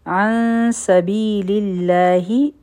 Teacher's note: دلته کې به مونږ نری اخفا کو د سکند ټایم به ورکو او د سین د پاره به خپل جب تیار کو عن